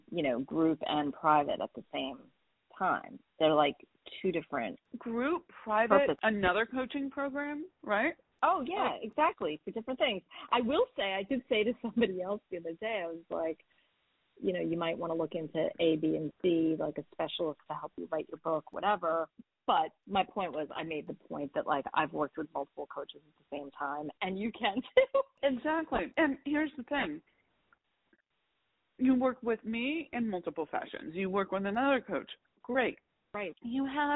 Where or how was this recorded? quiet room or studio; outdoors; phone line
phone line